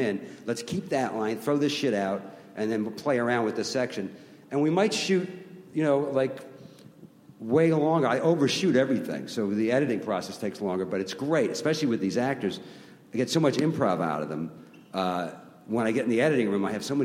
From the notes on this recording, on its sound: FX Comedy Night panels from ATX Television Festival